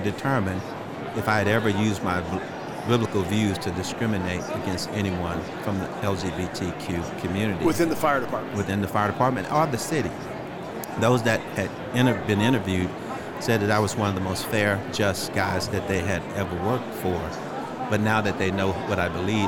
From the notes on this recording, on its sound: LIVE from NRB 2022!